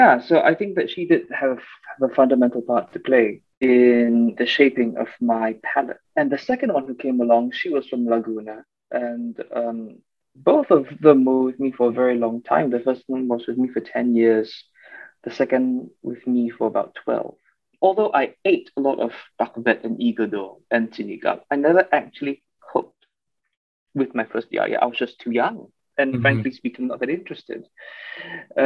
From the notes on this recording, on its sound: over Zoom call